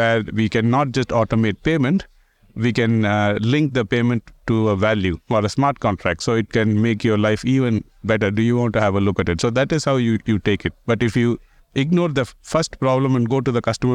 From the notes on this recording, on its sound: recorded at Sibos